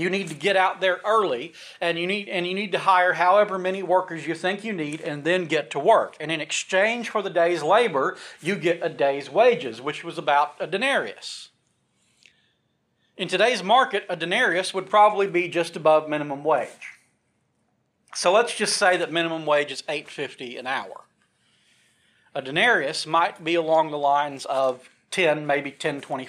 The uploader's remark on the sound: This sermon was recorded from the pulpit of Mars Hill Cumberland Presbyterian Church in Pottsville, Arkansas.